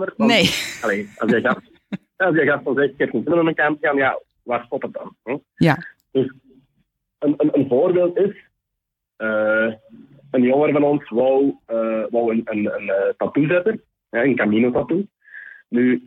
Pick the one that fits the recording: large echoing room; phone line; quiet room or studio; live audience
phone line